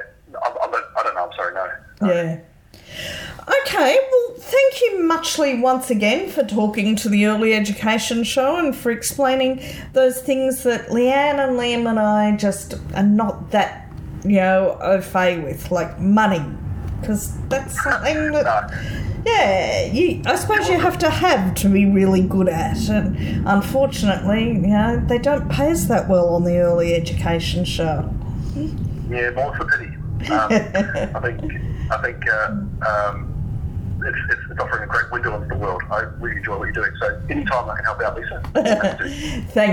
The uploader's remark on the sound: has a chat over the phone